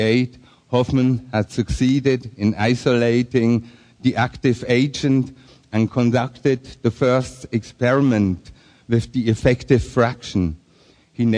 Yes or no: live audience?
yes